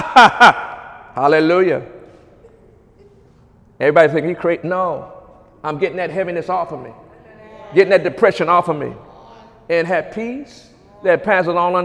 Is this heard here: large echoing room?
yes